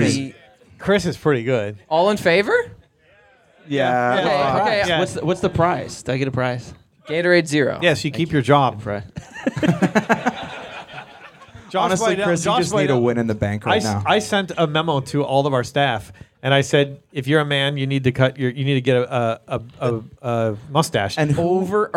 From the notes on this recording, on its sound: The boys are live from the Villa at Theos Leader Retreat and things are going well, until the cops show up and shut down the pod. Live votes from the crowd. A tattoo story from the crowd.